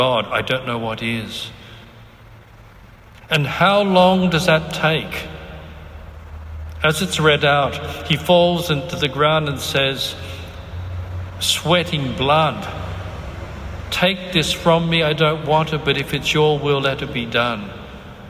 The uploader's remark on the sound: Recorded on 9 April 2019 at St Carthage's Catholic Cathedral, Lismore, New South Wales, Australia